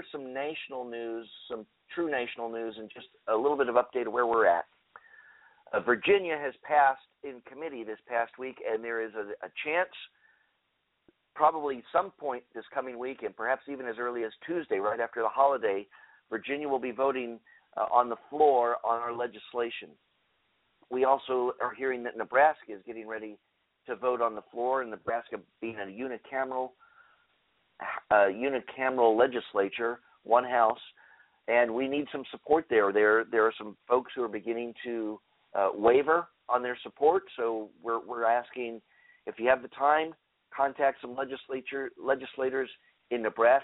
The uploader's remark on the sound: Today's episode will be open phone lines. We'll open up for phone calls right away.